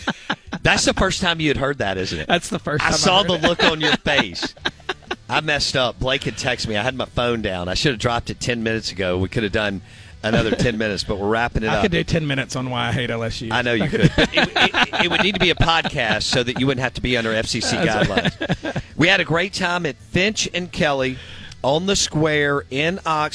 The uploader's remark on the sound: in the mobile BankPlus Studio live from Finch & Kelly in Oxford